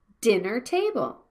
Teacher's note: We need to stress the first noun, dinner.